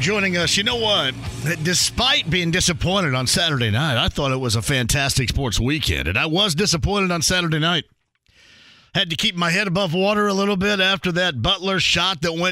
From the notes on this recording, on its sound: opens the phone lines up so he can take some calls and questions from listeners